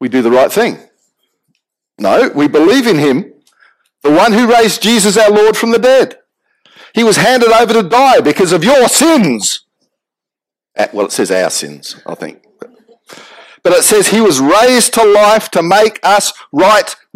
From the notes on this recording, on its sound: Apologies for the quality of the audio on the recording